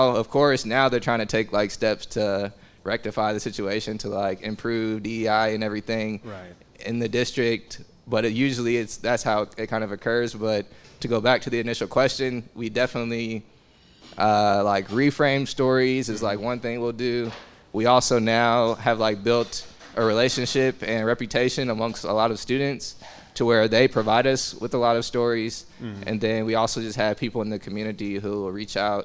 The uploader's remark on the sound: This episode was another live podcast event at Kinship Cafe in Kansas City, KS.